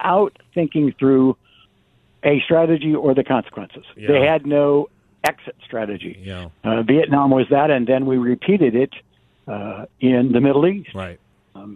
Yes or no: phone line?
yes